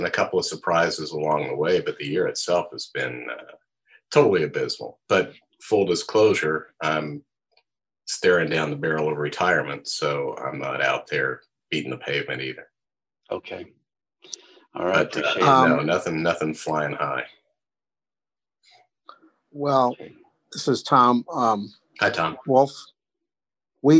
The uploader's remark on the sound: The Association of Independent Architectural Photographers' inaugural Zoom meeting